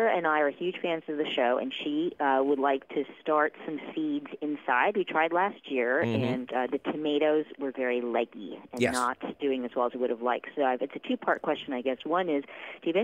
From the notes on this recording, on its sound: Otherwise, its a fabulous phone call question show!